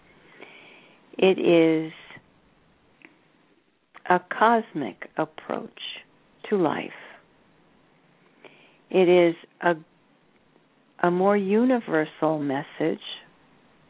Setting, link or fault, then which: link, phone line